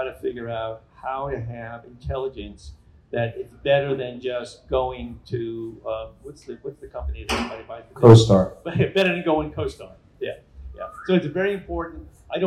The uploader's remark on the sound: Live from ICSC NY/NJ